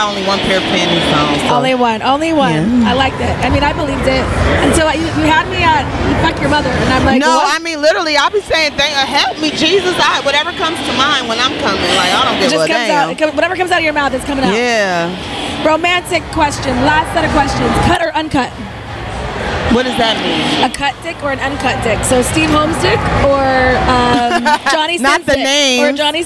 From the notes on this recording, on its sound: This episode was recorded during the Exxotica Convention.